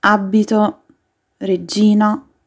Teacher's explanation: B e G sempre doppie dopo una vocale.